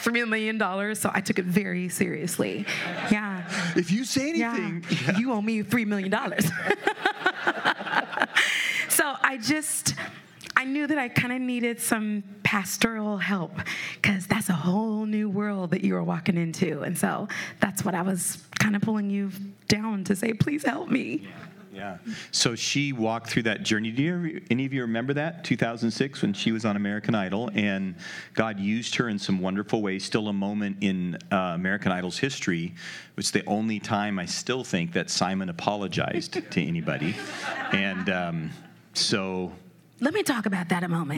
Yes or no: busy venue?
yes